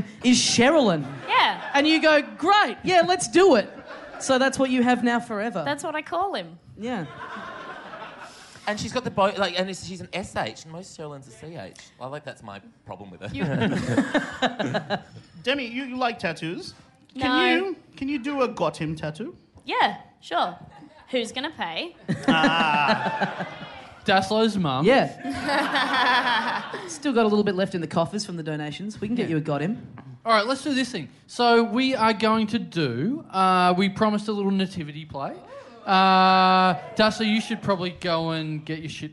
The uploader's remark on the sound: Recorded LIVE at the European Bier Cafe on December 5, 2015.